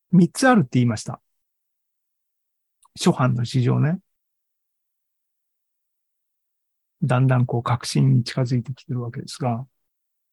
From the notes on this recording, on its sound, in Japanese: ２０２３年５月３１日に開催した ZOOMライブの模様です